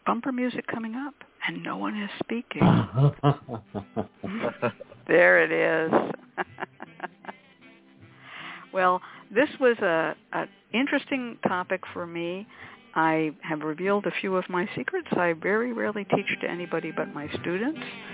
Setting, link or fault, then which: link, phone line